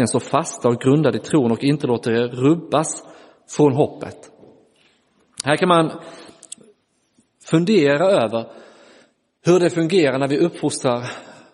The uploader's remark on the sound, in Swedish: Inspelad i Roseniuskyrkan den 30 april 2023.